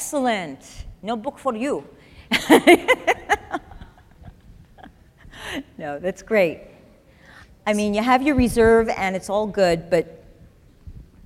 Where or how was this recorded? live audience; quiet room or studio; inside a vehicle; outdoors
live audience